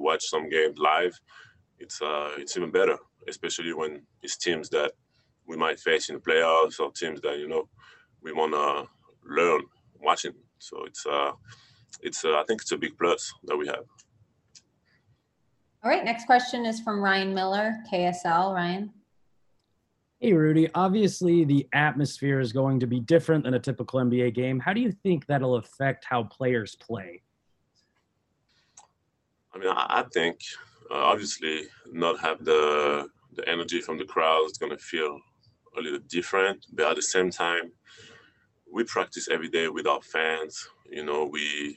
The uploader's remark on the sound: talked to the media via Zoom conference after practice